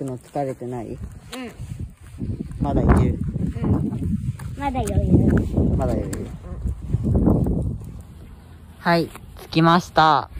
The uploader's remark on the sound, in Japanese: お出掛けしながら録音にチャレンジしました！